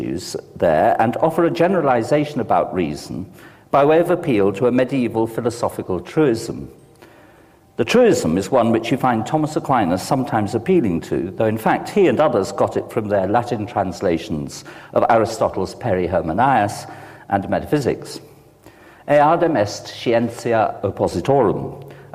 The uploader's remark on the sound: delivered this lecture on May 14, 2008 at Swift Hall